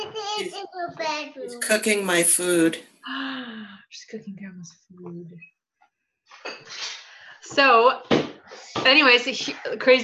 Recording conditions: sounds in the background